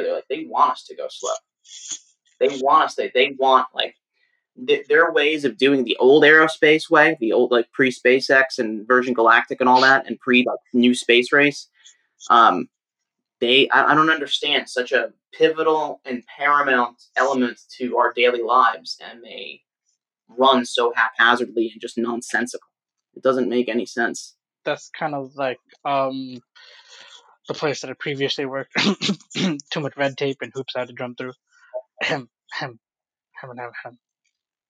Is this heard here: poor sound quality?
yes